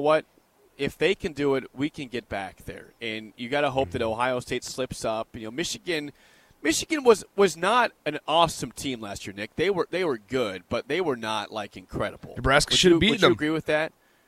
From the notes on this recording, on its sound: Live from Indianapolis for Big Ten Media Day! 93.7 The Ticket's coverage of 2022 B1G Media Days at Lucas Oil Stadium in Indianapolis.